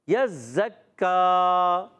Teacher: یہ آواز ہے کسی کی غلط، یزکا نہیں، کا عین کی طرف نہیں جانا، یزکا، کاف رکھنا ہے آخر میں، عین کی آواز نہیں آنی چاہیے